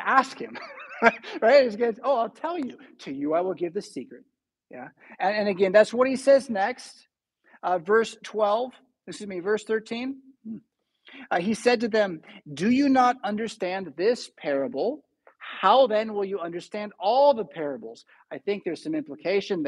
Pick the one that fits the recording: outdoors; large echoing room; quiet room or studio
large echoing room